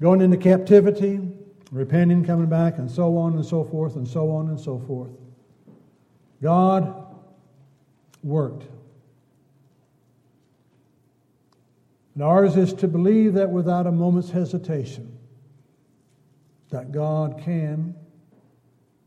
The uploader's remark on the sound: Downtown Church Of Christ Audio Sermon